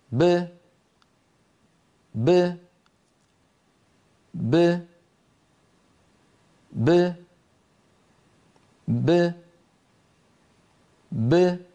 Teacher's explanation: باء ساكنة مقلقلة تخرج بتباعد الشفتين دون تباعد الفكين